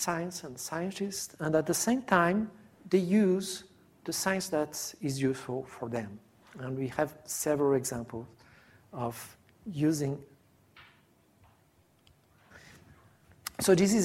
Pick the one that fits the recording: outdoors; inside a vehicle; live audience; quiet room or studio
live audience